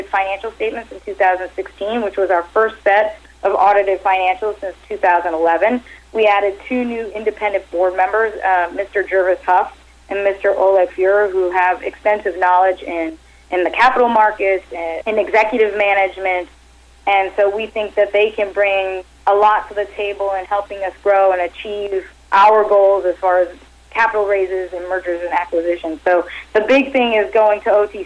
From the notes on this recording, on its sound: called in to SmallCapVoice.